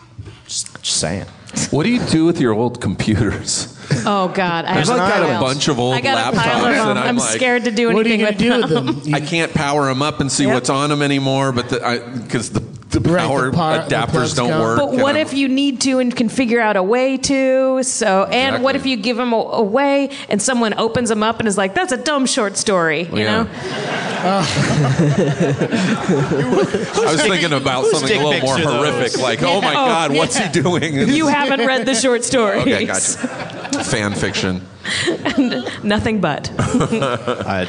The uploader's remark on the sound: LIVE at Starburns Castle